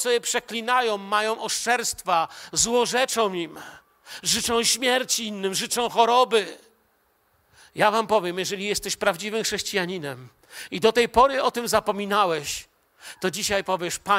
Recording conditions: large echoing room